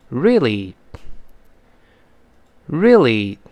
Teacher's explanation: 但是真正老美读的时候呢，他读的语速比较快，那个 re 呀，那个 e 呀，后面那个 a 就听不到了